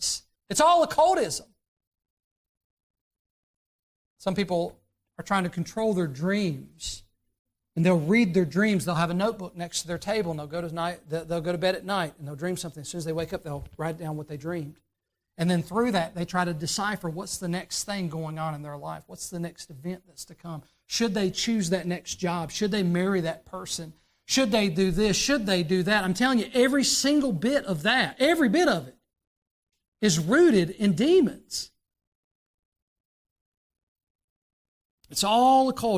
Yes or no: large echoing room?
yes